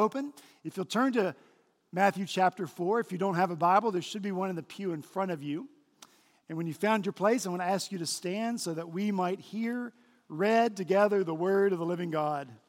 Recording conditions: large echoing room